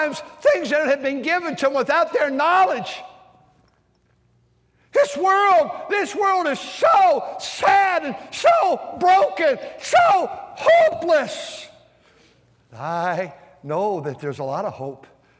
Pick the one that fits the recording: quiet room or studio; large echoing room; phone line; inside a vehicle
large echoing room